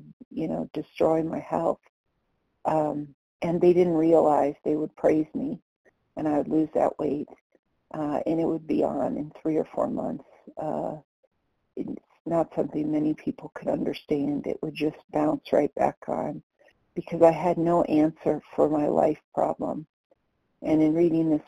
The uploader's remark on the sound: the 100 Pounders Phone Meeting